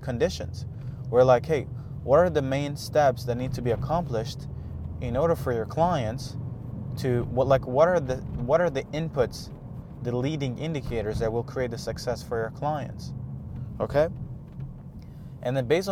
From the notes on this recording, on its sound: Every morning I go for a drive to get a bagel, so I decided to start taking this time to record a podcast